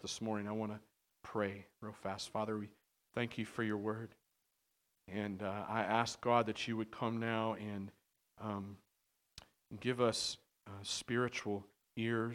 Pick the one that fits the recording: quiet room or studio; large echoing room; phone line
large echoing room